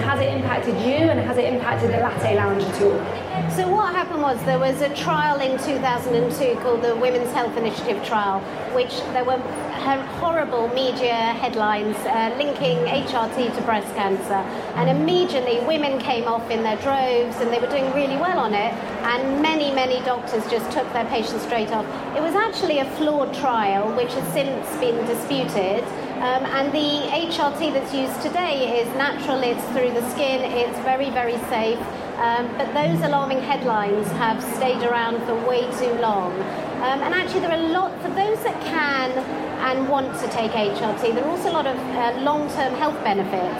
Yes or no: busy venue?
yes